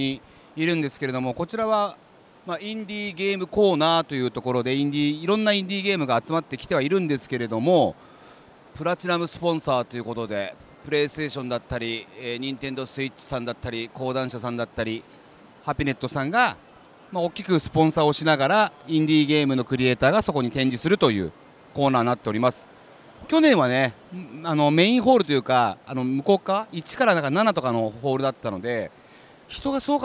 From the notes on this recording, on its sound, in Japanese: 東京ゲームショウ2023 の現場からお届けします！